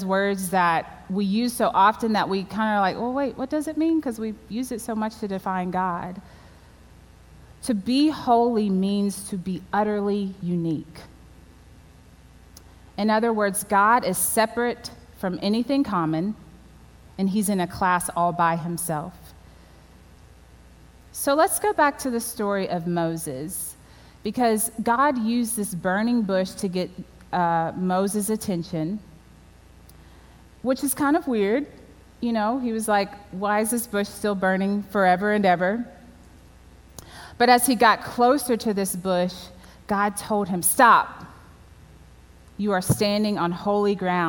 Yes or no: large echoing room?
yes